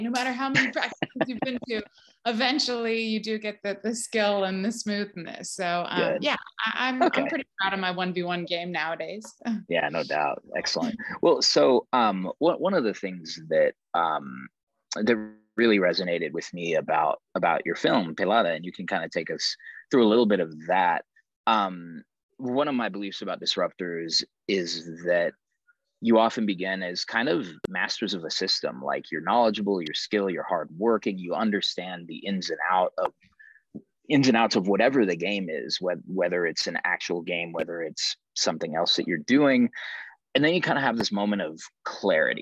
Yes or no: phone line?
no